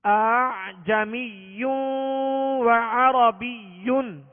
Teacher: पहले हमजा को हम सख्ती से और दूसरे हमजा को नरमी के साथ पढ़ेंगे। · Term: तसहील